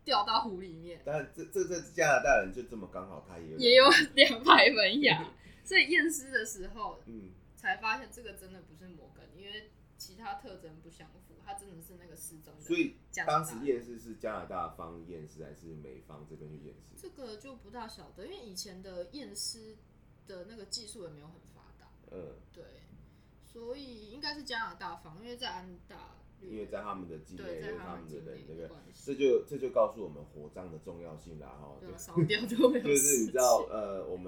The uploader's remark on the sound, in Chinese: 本次錄音是在一般辦公空間進行，可能有小雜音跟馬路上的喇叭聲，絕對不是在做效果。